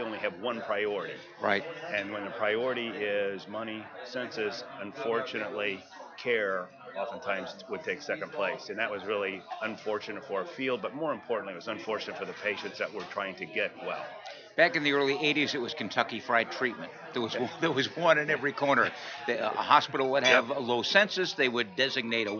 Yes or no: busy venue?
yes